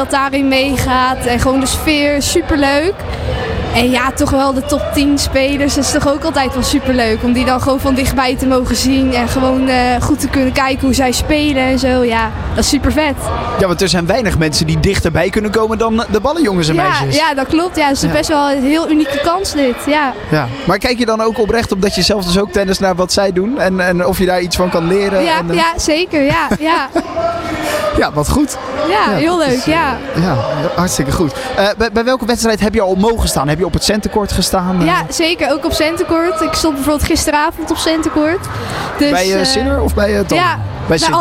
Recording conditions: busy venue